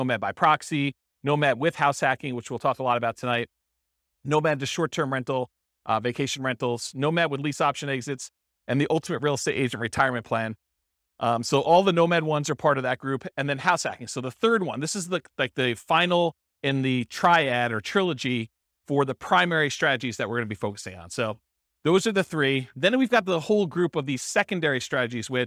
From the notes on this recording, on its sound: This was a live class recorded.